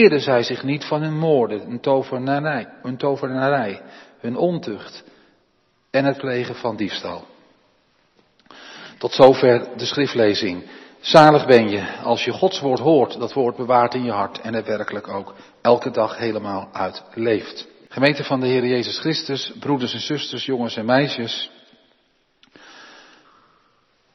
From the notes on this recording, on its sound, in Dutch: De preek is op 13 maart opgenomen in de Jeruzalemkerk in Groningen.